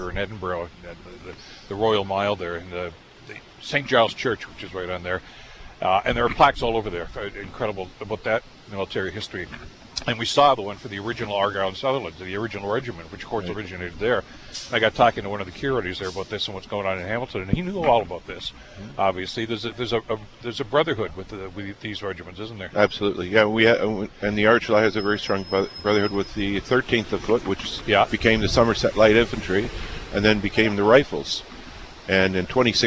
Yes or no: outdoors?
yes